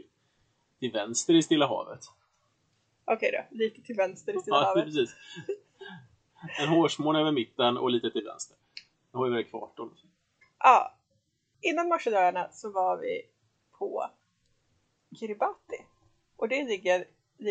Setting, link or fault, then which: fault, poor sound quality